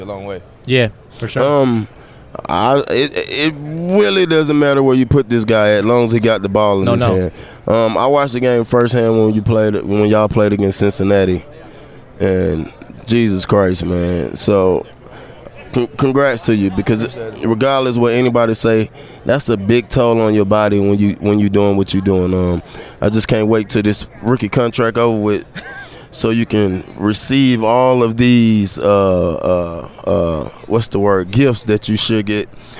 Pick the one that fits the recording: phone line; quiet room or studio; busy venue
busy venue